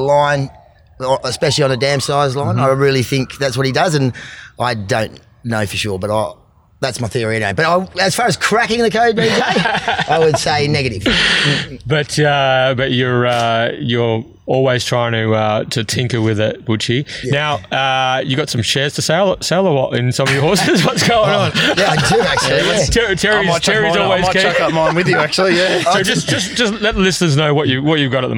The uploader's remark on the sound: Recording from "Butchy's Big Deck" up at The Mundaring Hotel